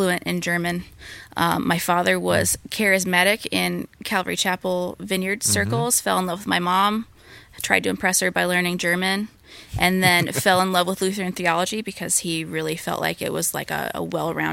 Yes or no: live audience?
no